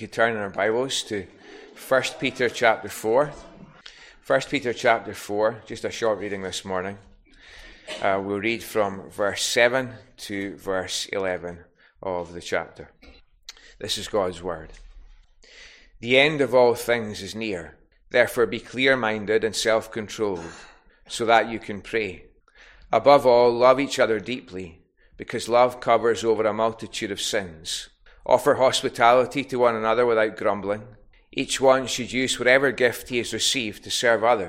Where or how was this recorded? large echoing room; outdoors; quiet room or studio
large echoing room